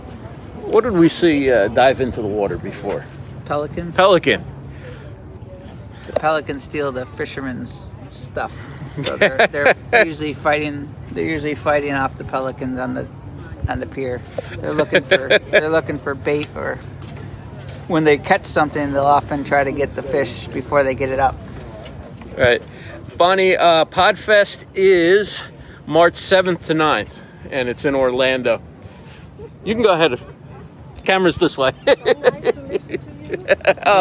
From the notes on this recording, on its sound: Live at Naples Pier. Podfest at the Naples Pier in Old Naples, Florida.